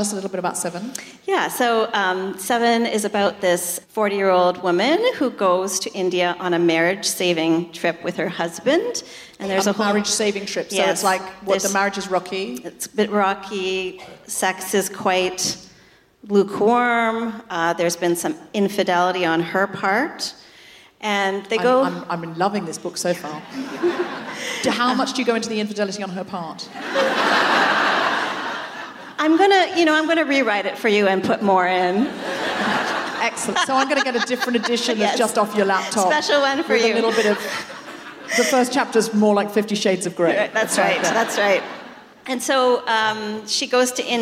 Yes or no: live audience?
yes